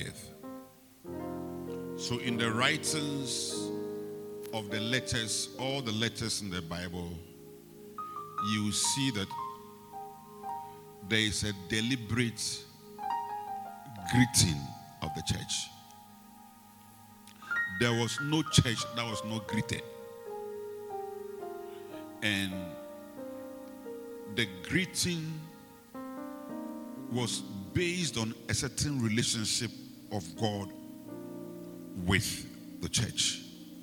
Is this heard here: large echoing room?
yes